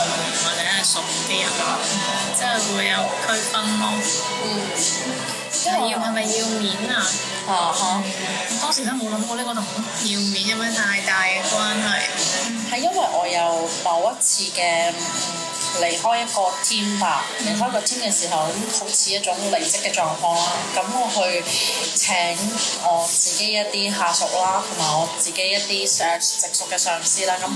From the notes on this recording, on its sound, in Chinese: 这次在外面录制很吵